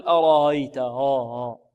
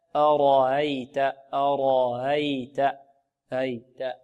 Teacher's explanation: الهمزة المسهلة كذلك مرققة · Shown in: second take · هذه، لا نقول أرأيت ها ها، لا، أرأيت، أرأيت، أيت.